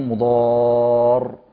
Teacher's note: فلازم يمد طبعا الست الحركات وفي نفس الوقت لما يقف عليها يعني ايه يقول مضار يعني الراء قصدك يقف بزمن الحرفين والراء تكون مشدده يعني يقف عليها مشدده يقف بزمن الحرفين